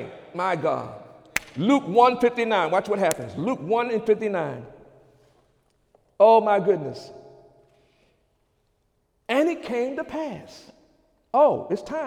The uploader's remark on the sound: During Wednesday night service on February 22, 2017